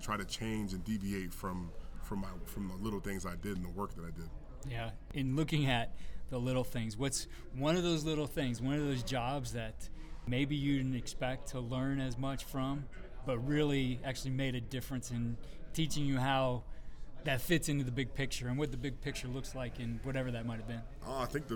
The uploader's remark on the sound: This episode was originally recorded at the New York State High School Football Coaches Association Clinic.